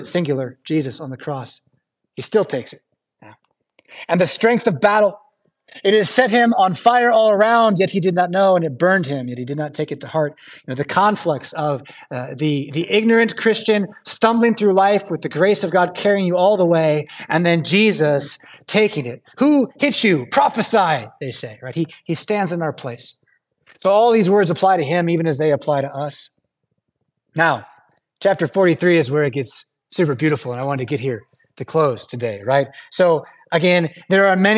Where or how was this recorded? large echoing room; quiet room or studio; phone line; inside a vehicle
large echoing room